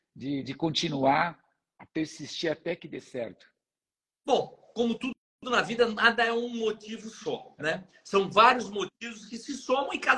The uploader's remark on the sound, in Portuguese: Gravado em 21/12/23, via Instagram.